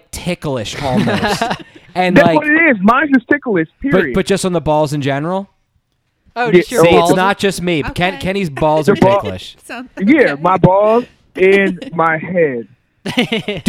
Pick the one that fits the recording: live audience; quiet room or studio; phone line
phone line